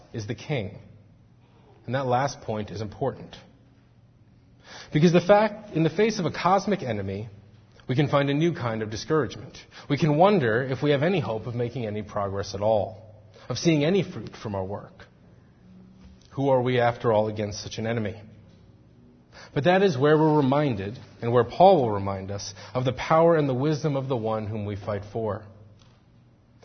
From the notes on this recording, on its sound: Faith Presbyterian Church – Evening Service